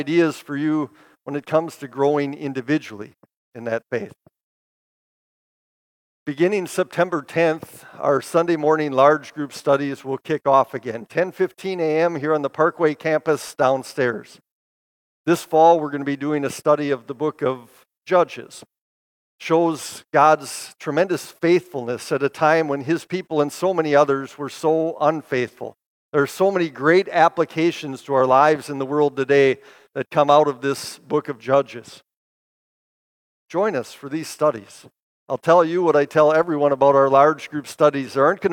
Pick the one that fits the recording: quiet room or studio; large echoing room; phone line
large echoing room